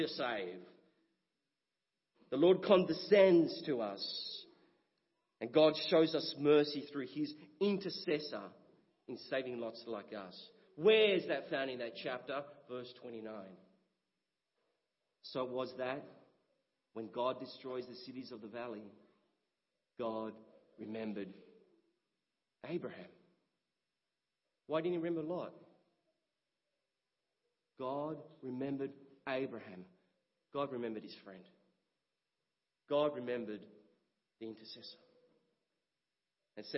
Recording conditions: large echoing room